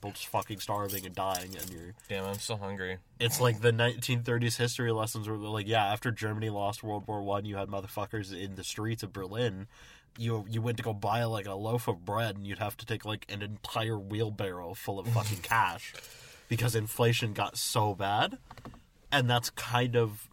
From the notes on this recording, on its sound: From the Car.